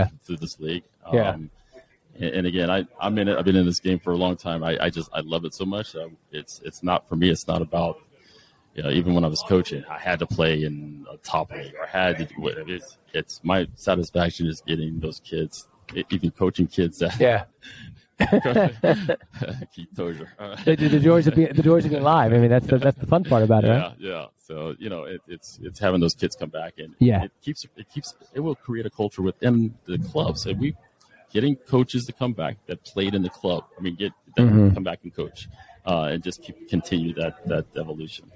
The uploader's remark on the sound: is live on Podcast Row from the United Soccer Coaches Convention in Kansas City, MO